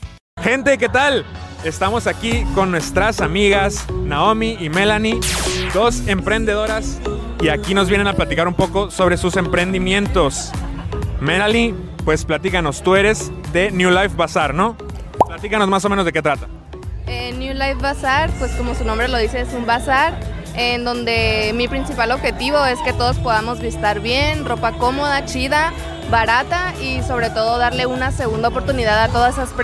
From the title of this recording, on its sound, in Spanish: Recorriendo la Kermés del Paceño Showroom │ Aire Libre